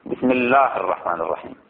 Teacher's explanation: يجب حذف همزة الواصل في الدارج مثل همزة الله